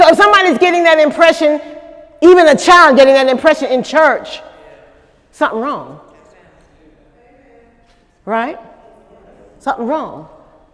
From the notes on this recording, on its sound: During Sunday morning service on February 25, 2018